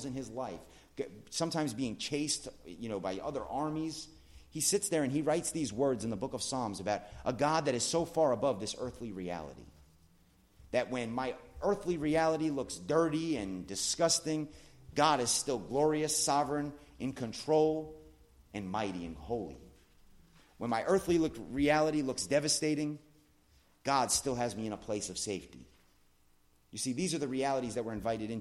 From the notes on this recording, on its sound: at The Blue Point Bible Church